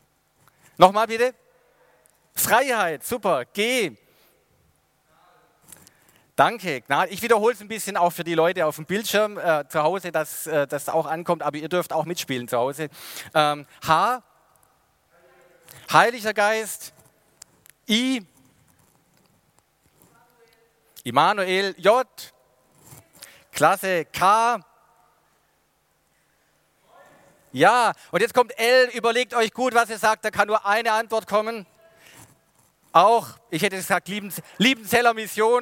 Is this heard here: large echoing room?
yes